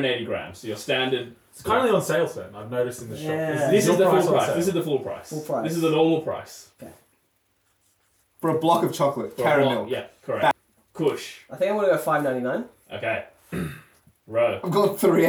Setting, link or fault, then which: fault, poor sound quality